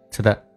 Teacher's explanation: 所以这两个单词连在一起嘴唇都不用合起来